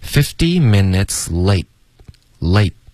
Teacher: minutes late 的特我们会省略